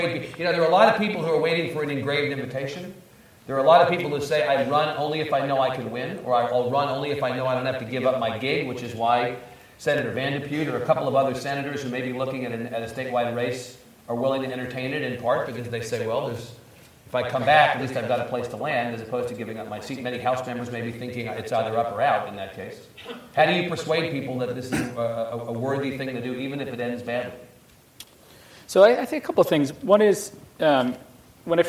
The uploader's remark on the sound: keynote session of The Texas Tribune Festival